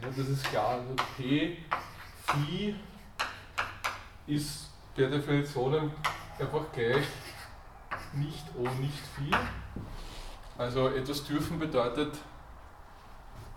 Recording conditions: large echoing room